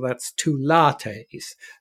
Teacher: There's this lengthening of the vowel to correspond to the English notion that short vowels are signs of lack of class and elegance in language.